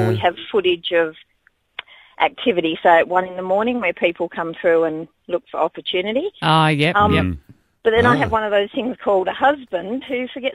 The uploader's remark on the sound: We opened up the phones and asked the people of Perth their thoughts.